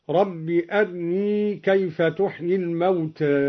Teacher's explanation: قرأ الدوري باختلاس الراء مرققة